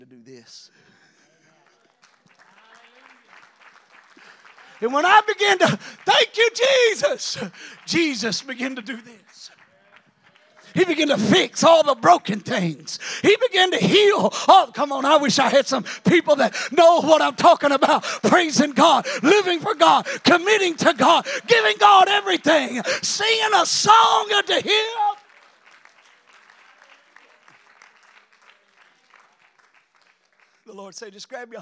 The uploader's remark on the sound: During our Sunday morning gathering on May 7, 2023. We are an Apostolic, Pentecostal church located in Poplar Bluff, Missouri.